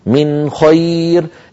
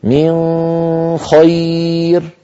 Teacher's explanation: لابد من إظهار النون عند الخاء · Shown in: first take